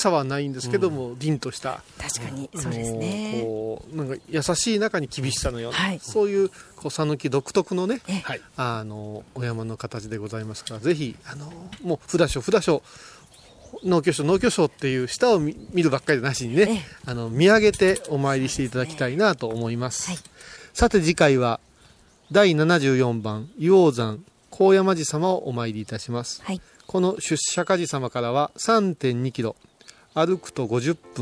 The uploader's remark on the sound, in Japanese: 小雨交じりの霧が立ち込める中での収録でした。